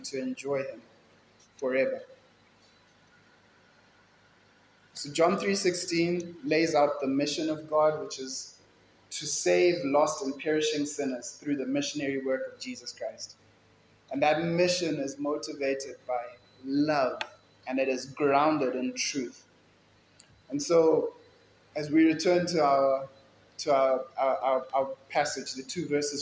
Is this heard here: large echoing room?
yes